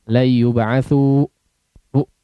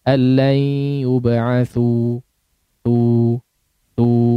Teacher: ketika mengucapkan mad tabi'i di akhir waqaf adalah jangan terkesan ada hamzah di akhirnya · Shown in: second take · Yub'atsu bu, nah, ada e ya, ada ditutup itu apa pangkal tenggorokan atau pita suaranya ditutup, jangan, nanti jadi ada hamzah la yub'atsu bu, tidak, tapi lepaskan saja, habiskan di udara la yub'atsu tu tu.